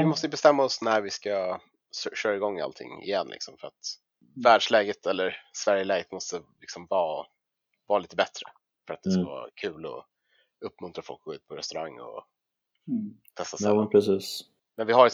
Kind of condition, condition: fault, poor sound quality